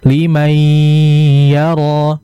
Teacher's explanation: harus ditahan dengan kadar yang cukup lama untuk menjelaskan gunnah sempurna pada idgham bi gunnah. Ro-ro-nya dibaca dengan panjang yaitu mat asli. · Term: idgham bighunnah